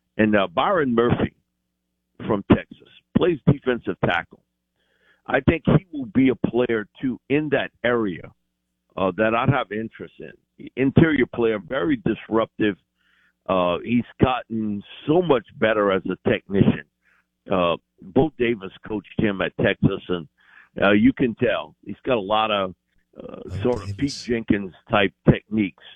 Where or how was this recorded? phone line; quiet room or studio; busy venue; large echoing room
phone line